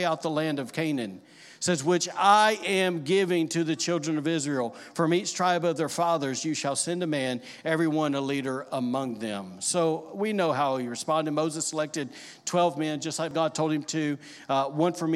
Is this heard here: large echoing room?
yes